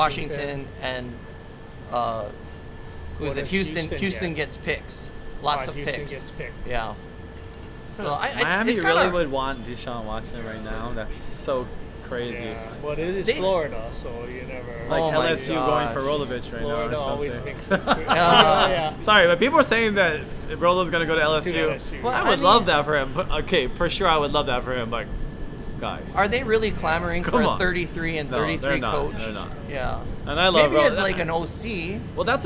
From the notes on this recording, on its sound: The boys come together to do the show live at Agave & Vine in Ala Moana Center.